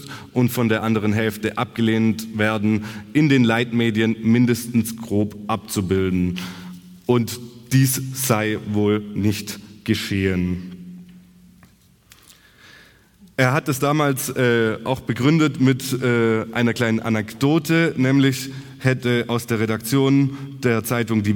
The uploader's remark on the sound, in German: Kongress der Informationsstelle Militarisierung Tübingen 2023